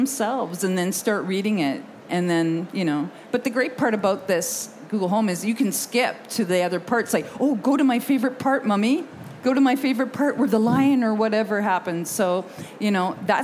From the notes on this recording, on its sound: Recorded in front of a live audience at the 2019 London Book Fair.